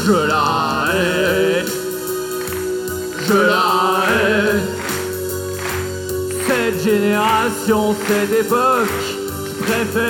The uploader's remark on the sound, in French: De Retour En Public